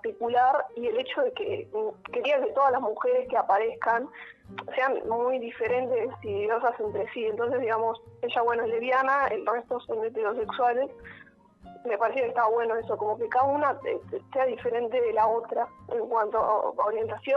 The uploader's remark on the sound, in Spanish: Charla Telefonica